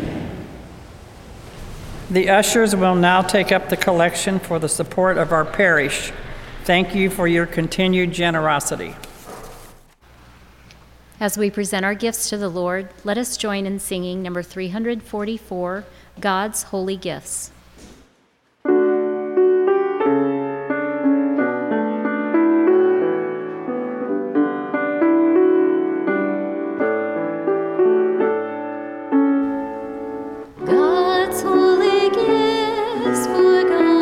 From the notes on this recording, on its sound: Mass From Holy Spirit Catholic Church in Creston Iowa.